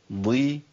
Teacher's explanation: الضاد المكسوره لسه فيها تفخيم عالي